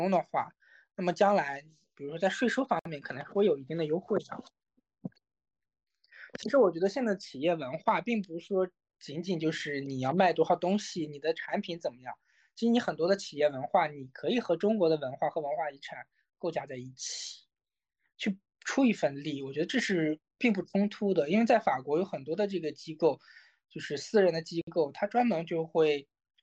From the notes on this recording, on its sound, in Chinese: 由于疫情的原因，本期节目采取了远程录音的形式。我们对以此带来音频质量有所下降的问题感到抱歉，谢谢你的谅解。